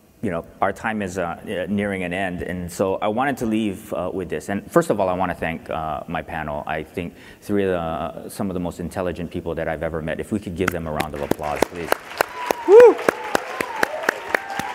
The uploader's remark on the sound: The best of live interviews from GreenBiz events.